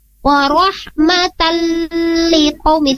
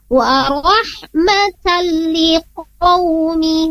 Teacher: Jadi saat tanwin bertemu dengan huruf lam, maka di sana terjadi idgham bilaguna. Jadi tidak ada penahanan sedikit pun. · Shown in: second take · Wa rahmatal liqaumi tidak, tapi langsung wa rahmatal liqaumi.